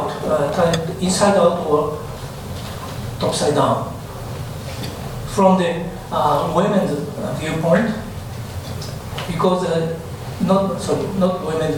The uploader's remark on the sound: at the Worlds Literature Festival Salon: Tuesday 21st June 2011